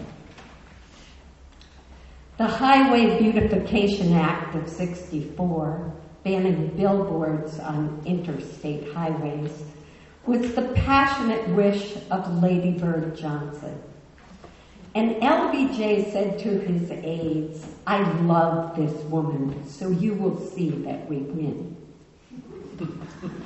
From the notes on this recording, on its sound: Word Literary Festival 2023: Poets Aloud. Recorded Saturday, October 21, 2023, 3pm to 5pm at the First Congregational Church of Blue Hill.